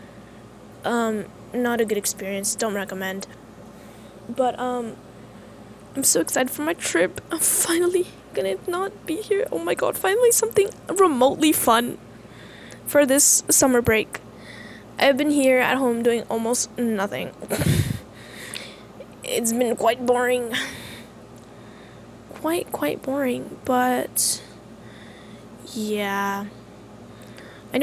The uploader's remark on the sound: I apologize for the slight noise of the AC in the background